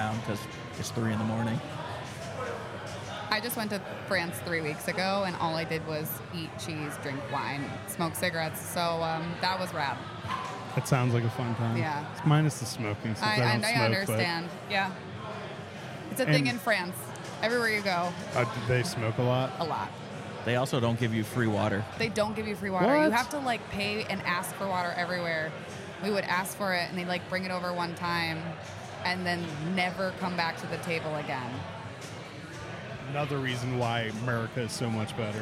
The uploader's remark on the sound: This is the first of three episodes recorded at Xul Beer Company during the weekend of their Kill The Lights festival.